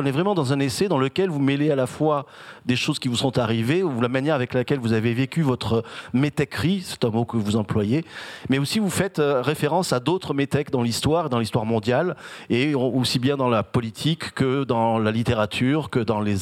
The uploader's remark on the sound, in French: Dans le cadre de la 34ème Fête du Livre de Bron.